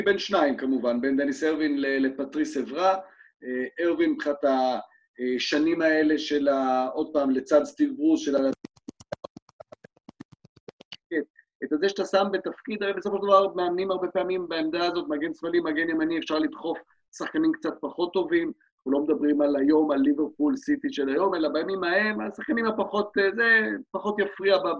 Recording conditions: video call